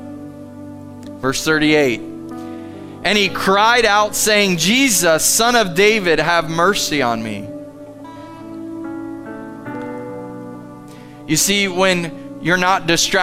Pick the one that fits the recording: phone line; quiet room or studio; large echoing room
large echoing room